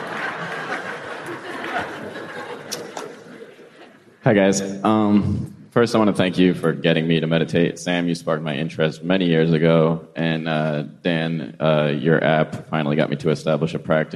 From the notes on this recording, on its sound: Special podcast recorded in front of a live audience. They also answer an array of questions from their live audience.